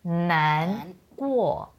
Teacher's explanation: the same word, but in a different context here and it's a different tone, right? So we have the nan, which is the second tone